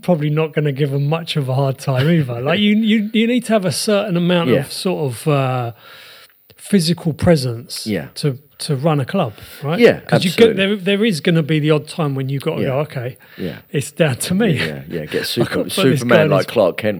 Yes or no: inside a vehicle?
no